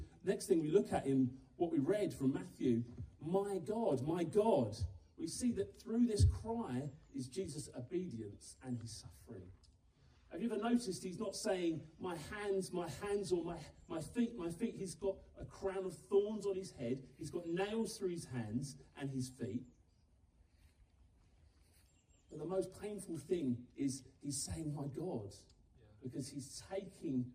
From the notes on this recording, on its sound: live up at the Garden Stage in the grounds of Oak Hall Manor